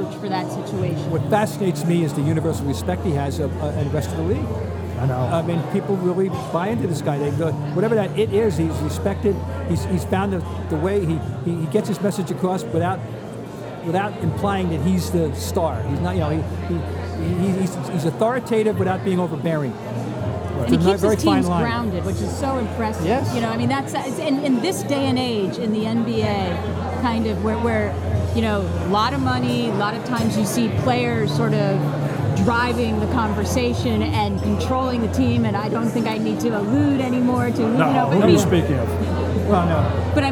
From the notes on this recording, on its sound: live from Fenway Johnnie's in Boston